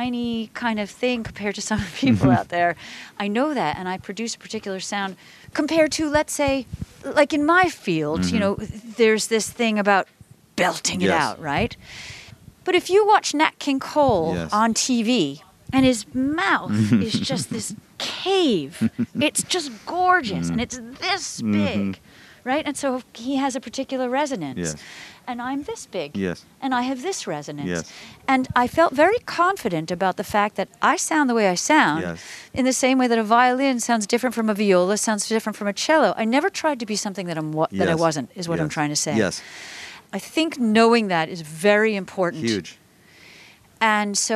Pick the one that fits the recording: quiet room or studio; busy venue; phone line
busy venue